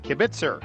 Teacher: say the word kibitzer with the emphasis on the kib instead of the bitzer